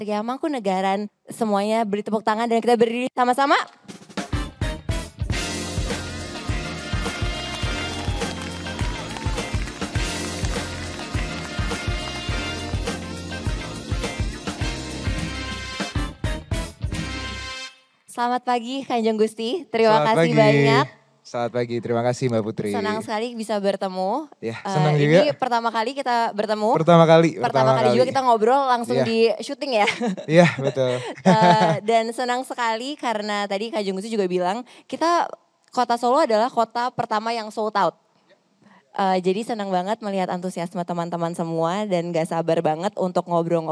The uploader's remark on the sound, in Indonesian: Special Live On Stage di Kota Solo. Di kota pertama ini, kita hadir di Puro Mangkunegaran, Surakarta.